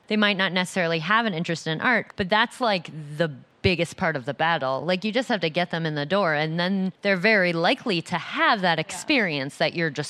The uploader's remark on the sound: Live at the L.A. Art Show. Live at the LA Art show. Join us for the first ever live Art History Babes podcast!